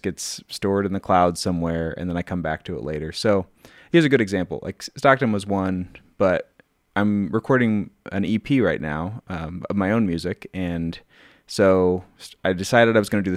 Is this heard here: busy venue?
no